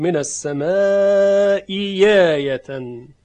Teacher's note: همزه دوم به یاء خالص تبدیل شد